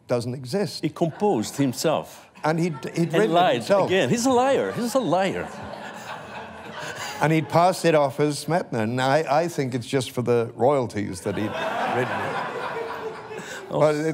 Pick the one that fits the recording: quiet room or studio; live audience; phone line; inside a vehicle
live audience